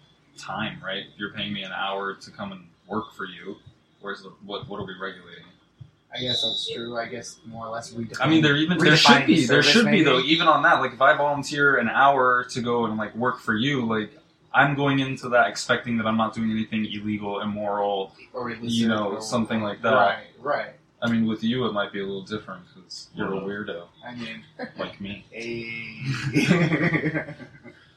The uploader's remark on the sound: That crispy clean sound you were used to, is not a go for this pod ep.